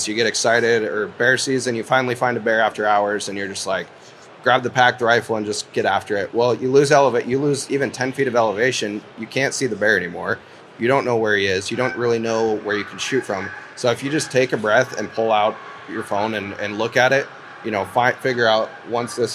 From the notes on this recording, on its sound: Live from the Pacific Northwest Sportsmen's show.